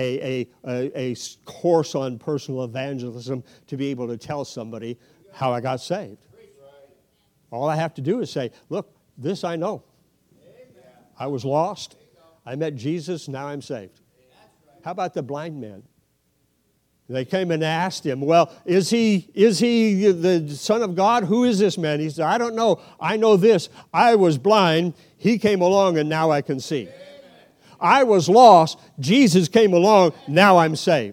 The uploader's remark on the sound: 2023 Mission Conference Night 2